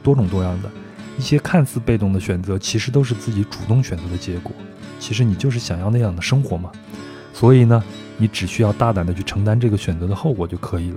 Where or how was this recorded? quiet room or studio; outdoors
outdoors